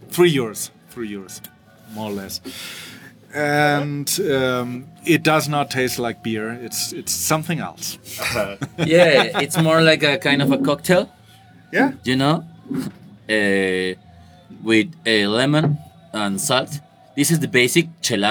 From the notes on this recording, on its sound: As you can hear from the first few seconds, this is not the typical SW2L. Recorded ON A BOAT in the "Little Venice of Mexico" where the flowers grow.